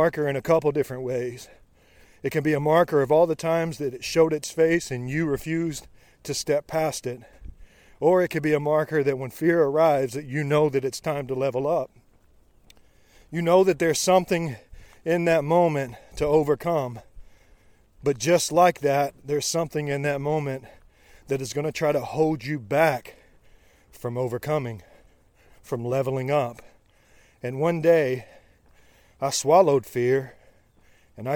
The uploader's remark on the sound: Live from the trail during a rainy 75 hard run